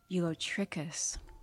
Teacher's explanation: That CH is actually a K sound.